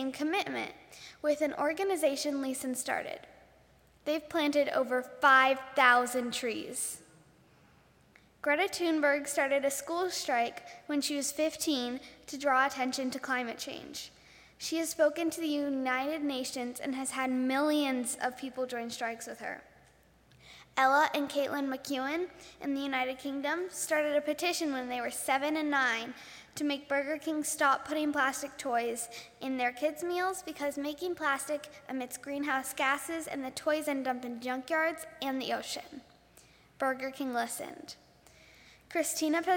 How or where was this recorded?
large echoing room